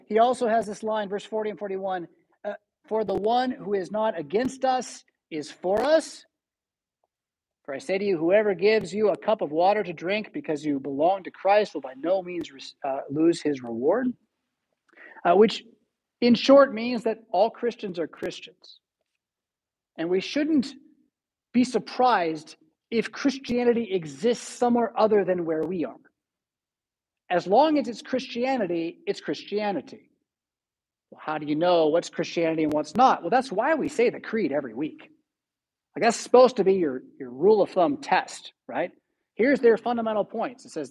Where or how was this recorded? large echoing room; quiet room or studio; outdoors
large echoing room